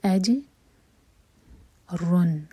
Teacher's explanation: فلہم اجرن، جیم پر سکون تو جیم پر قلقلہ ہوگا، حمزہ کو لائٹ رکھیں گے، اج رن، را پر دمہ تو ہیوی ہوگا، اور اس کے اوپر جو دمہ کی تنوین ہے یہ ہمیں بتا رہی ہے کہ یہاں پر ہمیں اظہار کرنا ہے.